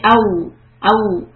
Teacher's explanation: Say au, au. And feel that your lips have gone pushed out. · Term: au sound